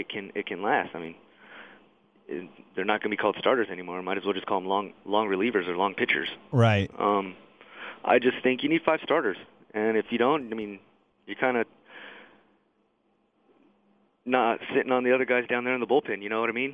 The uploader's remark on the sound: called in to the Ben and Skin show